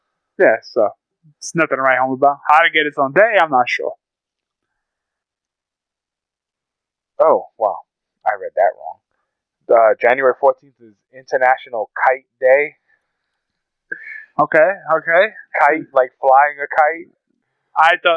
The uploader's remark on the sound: Excuse the audio its a tad muffled but we didn't want to waste this episode!